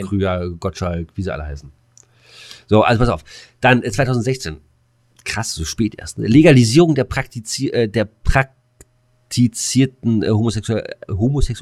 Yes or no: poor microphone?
no